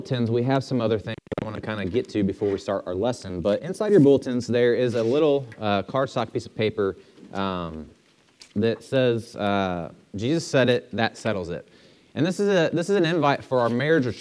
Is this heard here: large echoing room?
yes